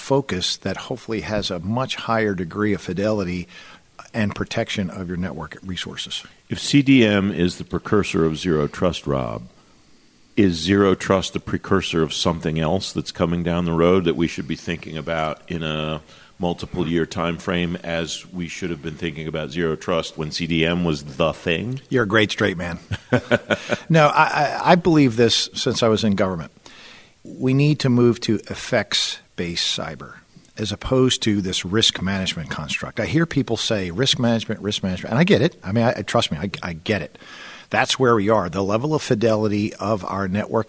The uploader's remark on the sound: is live from the final day of ACT-IAC’s “Imagine Nation: ELC 2021” in Hershey, Pennsylvania